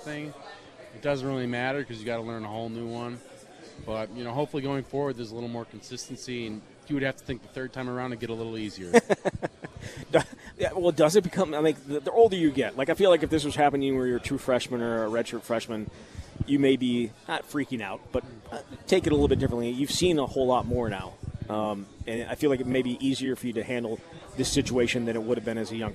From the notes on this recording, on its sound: live from Monk's in Sun Prairie